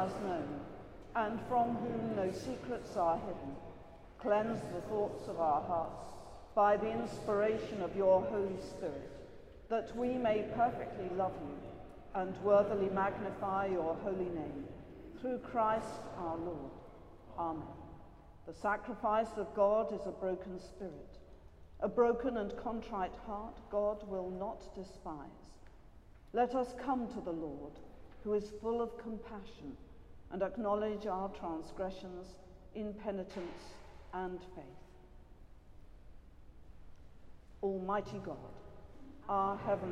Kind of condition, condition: setting, large echoing room